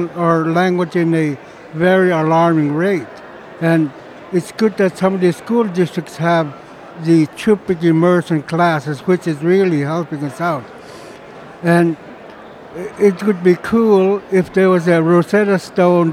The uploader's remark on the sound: we’re at the Alaska Federation of Natives conference in Anchorage